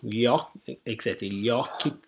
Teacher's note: And here we have a double that's not printed. This y sound, this lambda, when it's between two vowels, is also a double consonant.